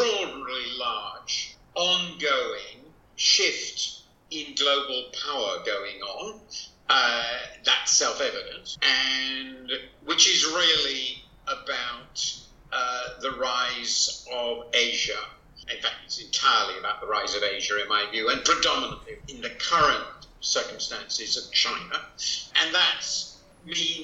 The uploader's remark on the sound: Imperfect audio quality.